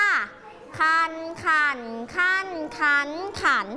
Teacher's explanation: คำว่าขั้นมีเสียงวรรณยุกต์คือเสียงโท